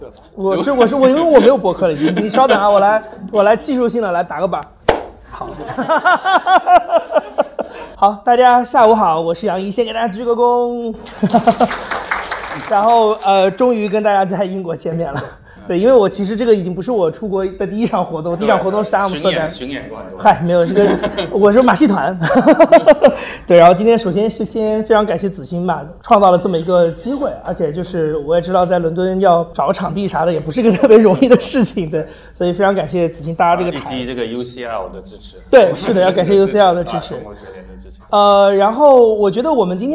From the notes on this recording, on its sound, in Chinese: 一起在伦敦大学学院（UCL）举办了一场对谈。当天的活动来了100多名听众。还邀请了很多现场创作者分享了他们的项目。颇有"谐星聊天会"的现场感。